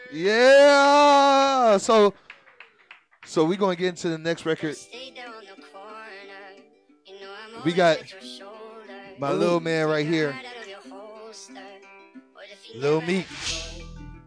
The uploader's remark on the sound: live at Bailey’s BBQ in Stone Mountain, GA